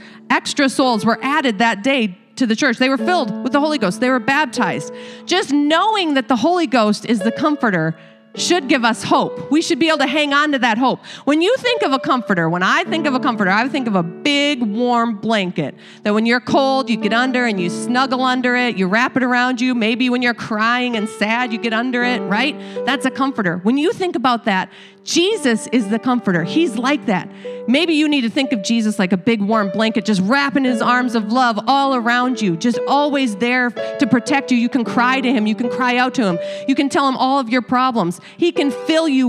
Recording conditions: large echoing room